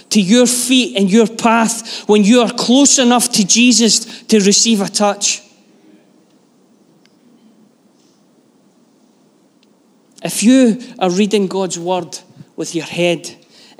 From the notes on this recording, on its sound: Live from our Sunday gathering on 21/05/23